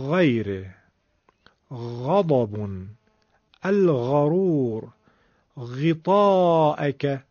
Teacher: ولی صداش برخلاف حرف خا خشن نیست، بلکه نرم و کشیده و دنباله داره · Term: حرف غین